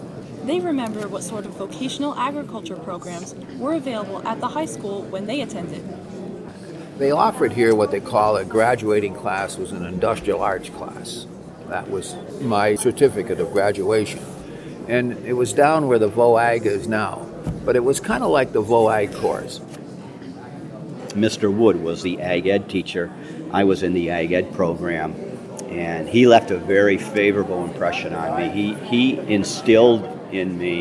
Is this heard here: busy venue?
yes